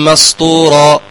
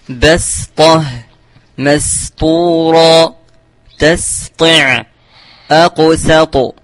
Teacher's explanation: فلا بد من الاحتراز من تفخيم السين، خاصة إذا جاورت حرفا مستعليا · Shown in: second take · فكثير من القراء يغيرون لفظها إلى لفظ الصاد، وهو خطأ كما تبين لكم.